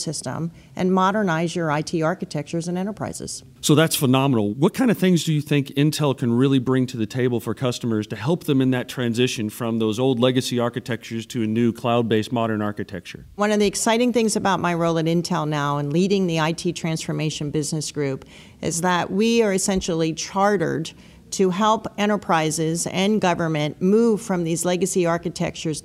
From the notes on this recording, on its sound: Recorded live at SAPPHIRE NOW 2017.